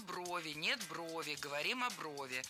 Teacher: В единственном числе ударяем только корень слова. По поводу брови – нет брови, говорим о брови.